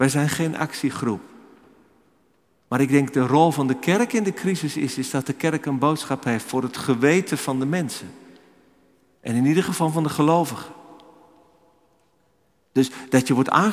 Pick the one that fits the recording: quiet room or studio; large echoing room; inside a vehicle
large echoing room